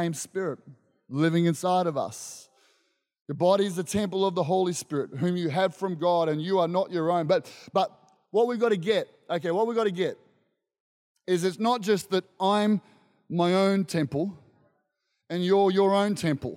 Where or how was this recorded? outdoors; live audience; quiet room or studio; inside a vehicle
live audience